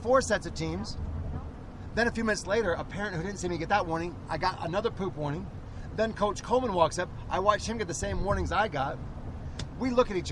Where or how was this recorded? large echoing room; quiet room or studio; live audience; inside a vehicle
inside a vehicle